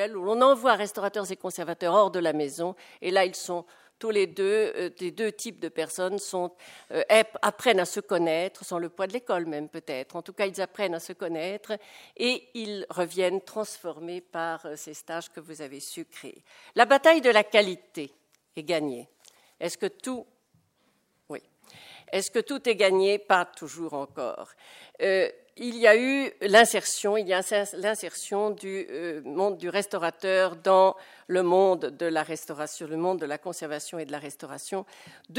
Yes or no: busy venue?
yes